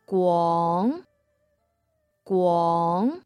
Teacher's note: The second tone is high and rising